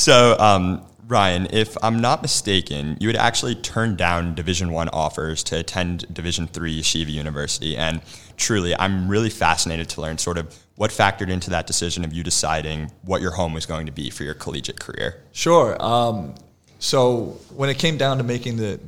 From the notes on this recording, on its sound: LIVE from International Convention 2023